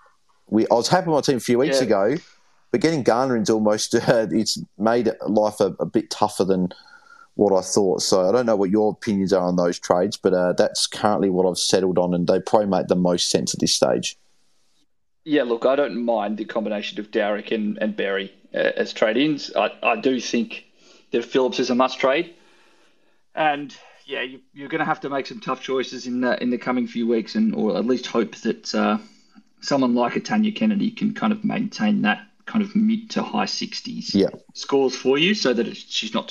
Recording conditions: video call